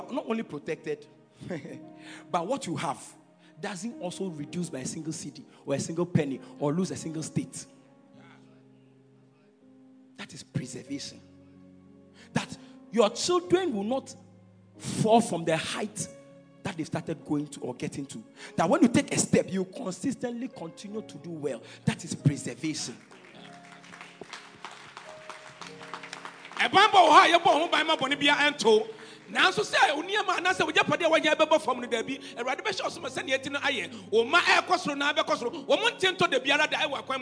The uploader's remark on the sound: Preached at Royalhouse Chapel - Ahenfie